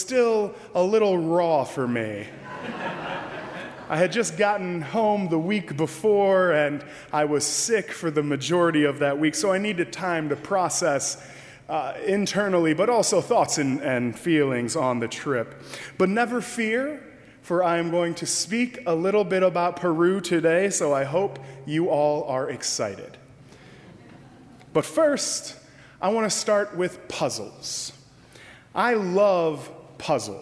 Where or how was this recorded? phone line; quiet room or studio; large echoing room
large echoing room